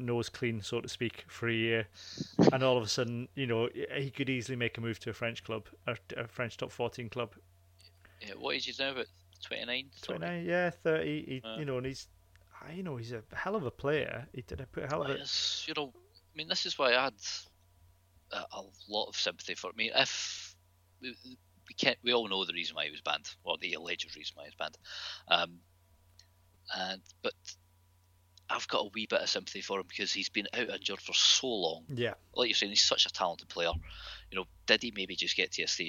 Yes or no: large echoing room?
no